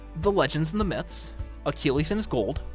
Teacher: We wouldn't emphasize the and in any of those lines when we talk